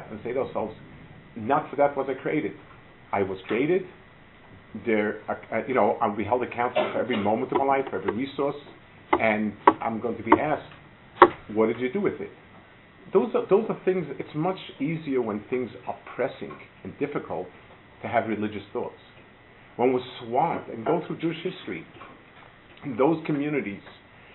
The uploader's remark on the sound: Delivered at Gush